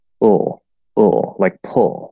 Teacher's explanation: The word pull, uh, which is not a L colored schwa, it's an L colored high schwa. Um, although I guess if you say it as a schwa, it's probably okay.